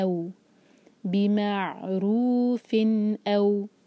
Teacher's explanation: الف کو جب واؤ سے جوڑیں تو الف کو ہیوی نہ کریں، اس کو لائٹ رکھنا ہے. الف لائٹ لیٹر ہے.